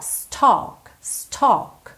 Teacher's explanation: Embora a gente tenha a L, é um som meio ó, ó